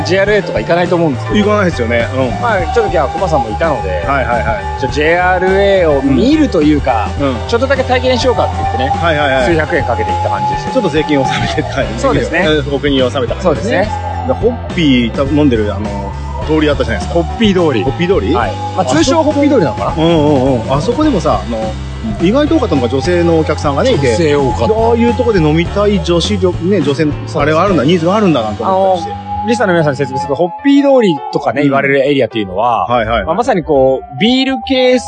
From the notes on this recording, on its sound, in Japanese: 上野浅草浜離宮 ロケ収録。100回SPの第4弾は、ロケ収録のまとめ。